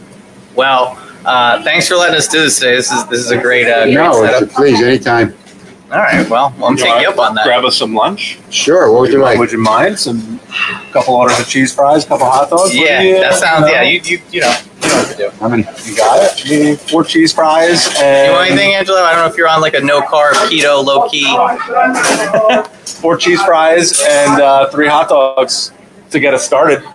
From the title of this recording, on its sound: Live! from Windmill, Long Branch Distillery